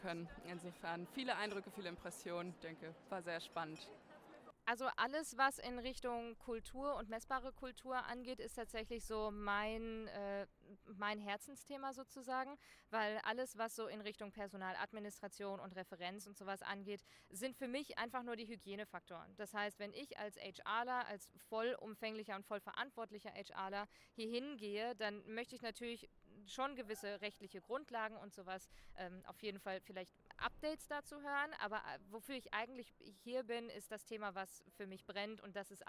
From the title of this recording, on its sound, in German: Live von der ZP Nord 2023